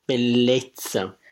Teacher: So the E-Z-Z-A ending is also going to be a closed E.